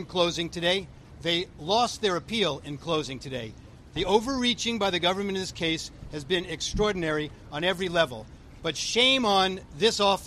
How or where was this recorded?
busy venue